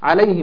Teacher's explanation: الياء ساكنه وما قبلها مفتوح، حرف لين